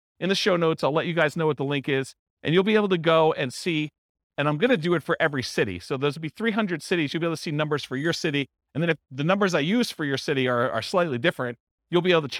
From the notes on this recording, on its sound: This was a live class recorded